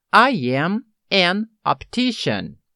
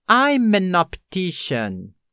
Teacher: Você percebeu que houve uma ligação de sons também tornando as frases mais rápidas ao falar? · Shown in: second take